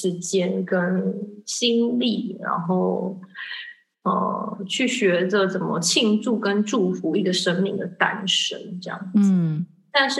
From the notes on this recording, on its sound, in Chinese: 這集因為遠端連線，錄音品質比較差一點。